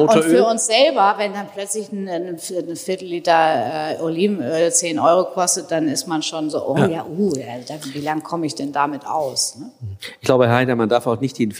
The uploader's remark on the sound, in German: live im großen Festsaal des Hotel Grand Elysee